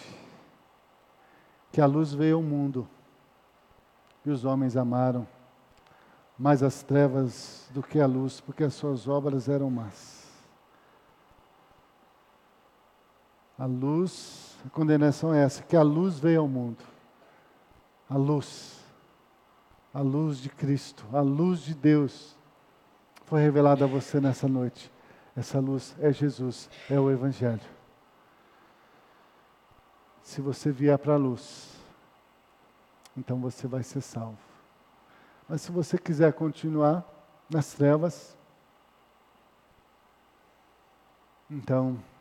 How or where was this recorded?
large echoing room